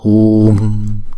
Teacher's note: Chữ U chúng ta kéo dài, cho nên chúng ta đọc là hùm, chứ không đọc là hùm, đọc là hùm, hùm.